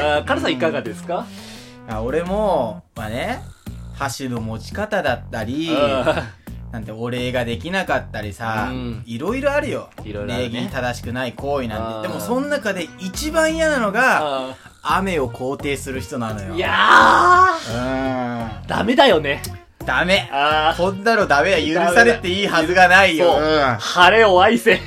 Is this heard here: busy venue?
no